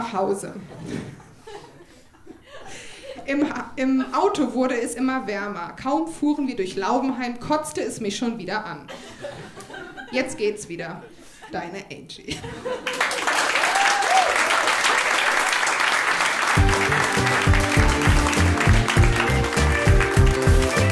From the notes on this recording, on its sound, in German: Ausschnitte aus der Veranstaltung vom 09.12.2018 im Monarch, Berlin. Liveshow am 09.12.2018 im Monarch, Berlin. Heißen Dank an den Monarch, unser tolles Publikum.